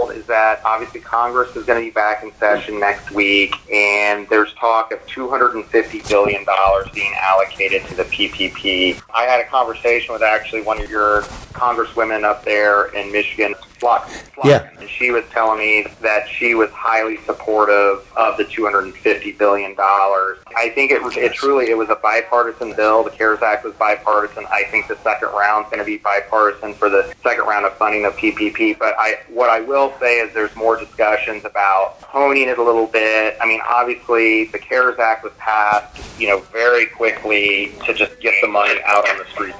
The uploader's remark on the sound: Excerpts from SBA Phone Conference. Shared here are excerpts of SBA's presentation and press questions.